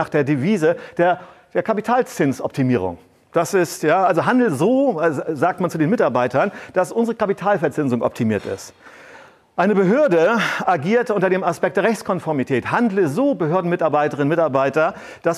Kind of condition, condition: setting, live audience